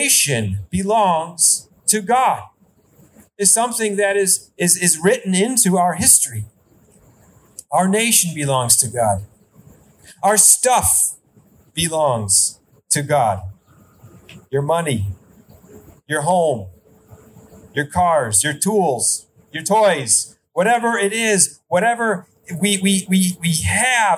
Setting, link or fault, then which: setting, outdoors